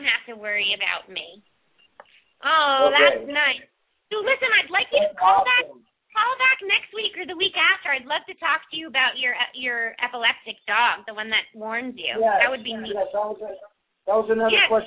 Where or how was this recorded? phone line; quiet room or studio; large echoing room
phone line